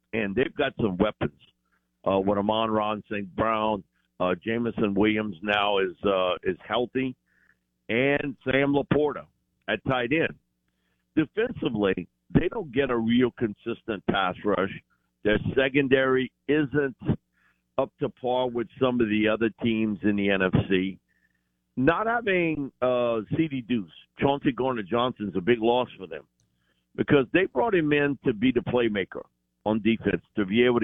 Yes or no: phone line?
yes